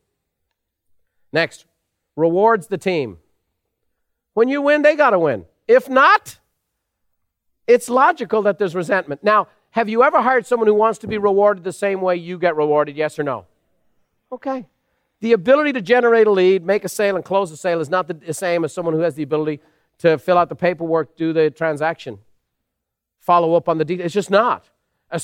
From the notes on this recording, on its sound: Recorded live at Buffini & Company’s most elite event, The Peak Experience.